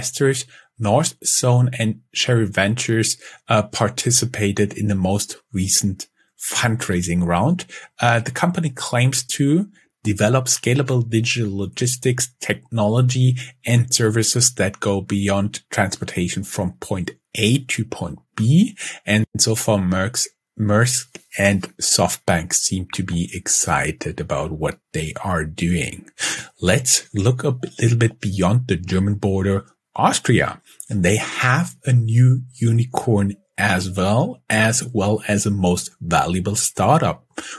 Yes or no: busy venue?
no